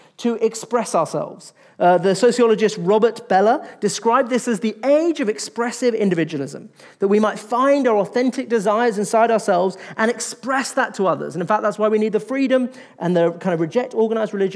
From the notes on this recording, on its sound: In this episode from our latest Salt Live event on 6th of February 2024